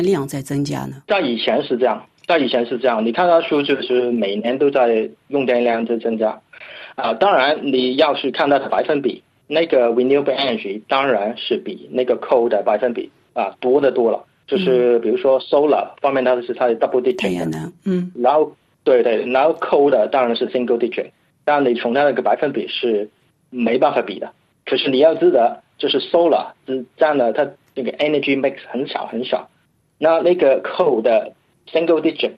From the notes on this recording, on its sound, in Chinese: 法广电话连线了新西兰惠灵顿维多利亚大学中国气候政策研究专家。